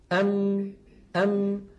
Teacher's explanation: جزء شفوي وهو انطباق الشفتين على بعضهما، ويصاحب ذلك غنة من الخيشوم. مجموع هذين العملين يشكل حرف الميم. · نصف الميم الشفوي في الحقيقة شديد، لكن النصف الخيشومي قابل للمط